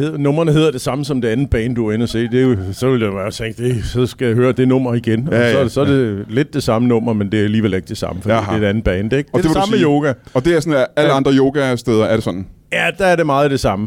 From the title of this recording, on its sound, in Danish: LIVE fra 27b i Kolding